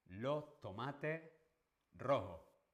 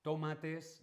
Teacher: aspiran o no pronuncian la S final · Shown in: first take · No dicen tomates, dicen tomate. · Term: aspiración de la S